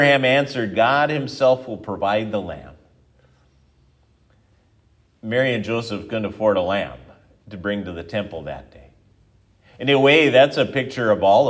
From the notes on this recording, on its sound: sermon at Triumph Lutheran Church, Ferndale, Washington